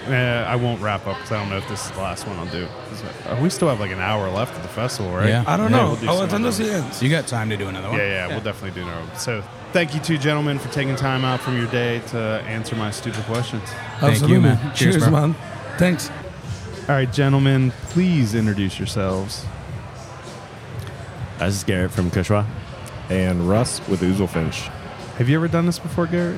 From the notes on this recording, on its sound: This is the second of three episodes recorded at Xul Beer Company during the weekend of their Kill The Lights festival.